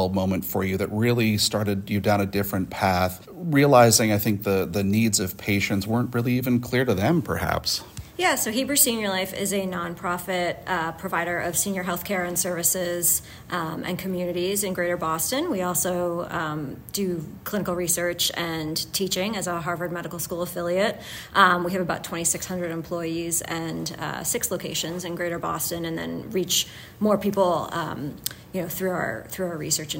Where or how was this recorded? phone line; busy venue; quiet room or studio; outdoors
busy venue